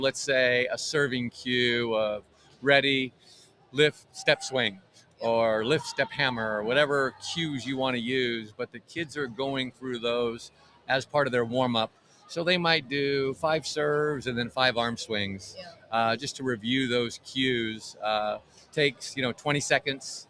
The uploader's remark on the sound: Live From the AVCA Convention in Tampa, Florida